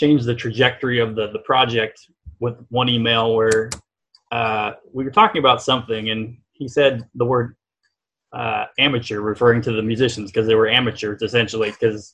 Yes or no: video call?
yes